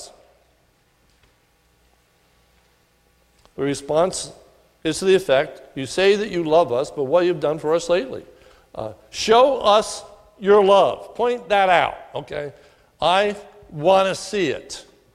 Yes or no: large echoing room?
yes